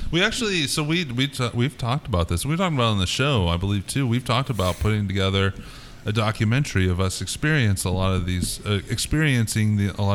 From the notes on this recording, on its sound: The gang got together and recorded this episode live from Big Rip Brewing Company in KC.